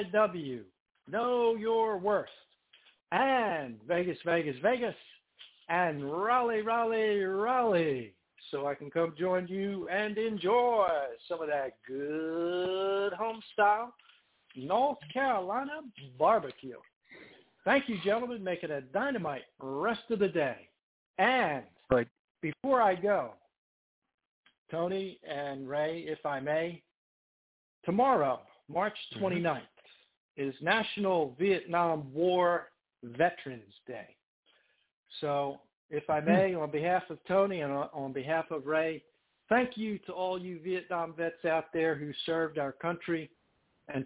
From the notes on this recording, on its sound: TNTSuperfantastic Conference Call